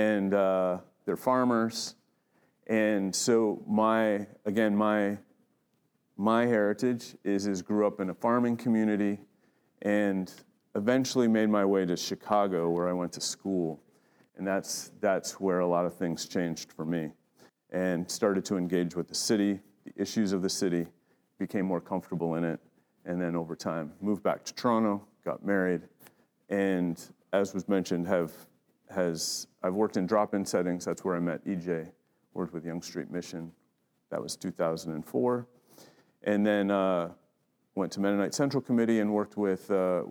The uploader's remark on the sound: spoke at the Our City Scarborough conference